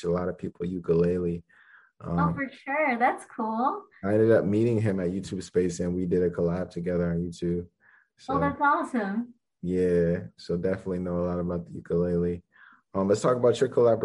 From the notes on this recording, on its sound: full zoom interview